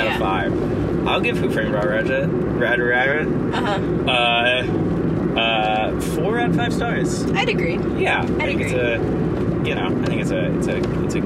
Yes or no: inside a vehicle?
yes